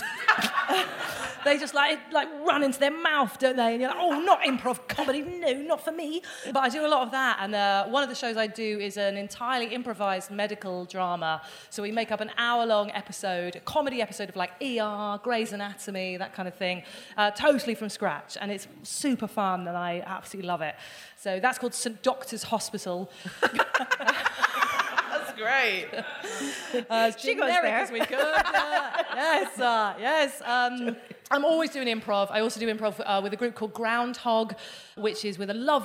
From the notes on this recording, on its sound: Joined the ladies on stage during their final residency show of 2023. A member of the live audience shared.